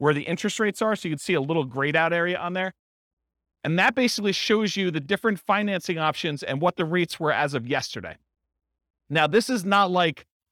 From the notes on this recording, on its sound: This was a live class recorded